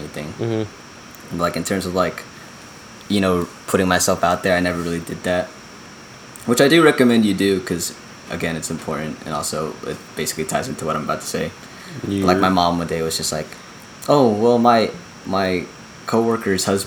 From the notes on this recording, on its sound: pardon the fan noise